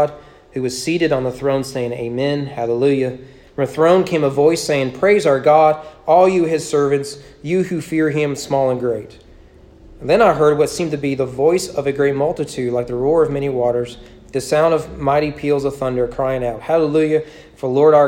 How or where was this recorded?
large echoing room